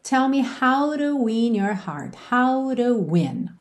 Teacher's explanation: a gente tem esse rararã no T da preposição to. Então, ao invés de termos tell me how to win your heart, soa tell me how to win your heart.